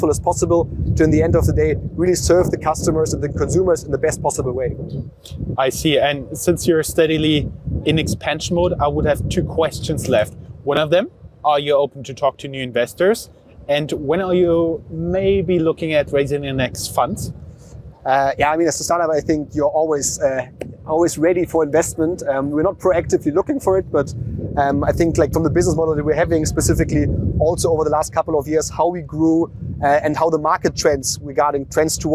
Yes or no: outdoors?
yes